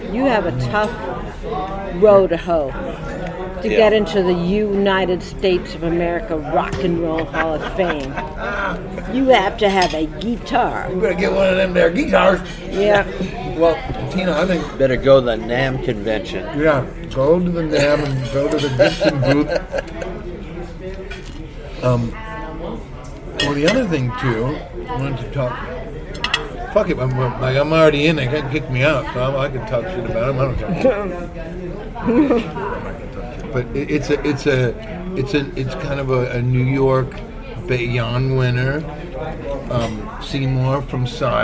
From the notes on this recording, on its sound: Recorded over dinner in NYC.